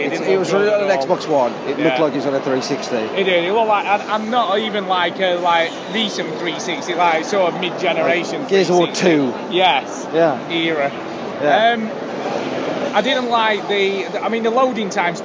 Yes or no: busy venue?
yes